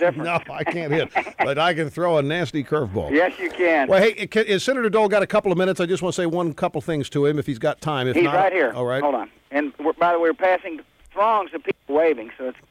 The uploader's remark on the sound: Calls into the Show